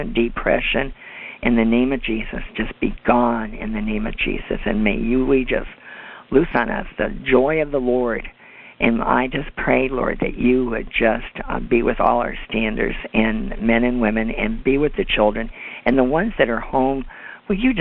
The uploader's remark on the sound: CONFERENCE CALL